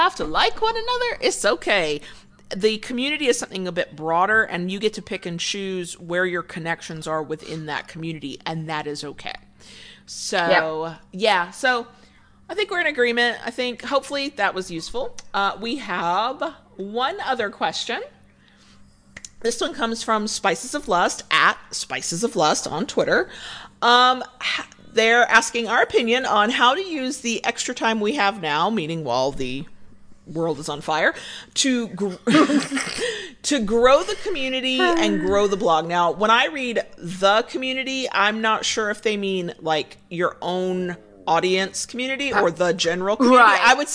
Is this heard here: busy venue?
no